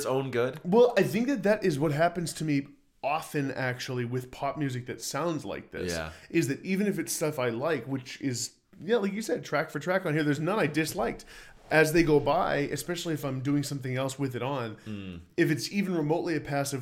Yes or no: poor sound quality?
no